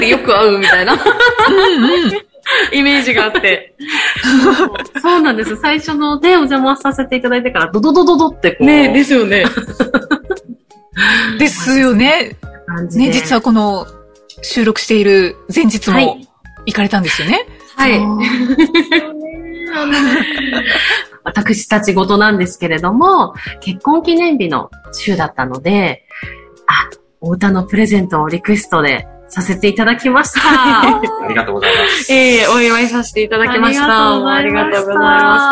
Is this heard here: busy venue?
no